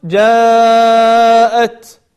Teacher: قلنا أن الملاحظة المهمة التي سأتطرق لها في قول الله سبحانه وتعالى: فإذا جاءت الصاخة، نركز على أن عندنا مد متصل بمقدار 4 حركات في قوله جاءت